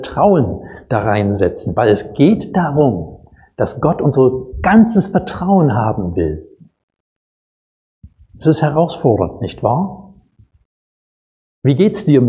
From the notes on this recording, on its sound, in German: Predigt aus dem Gottesdienst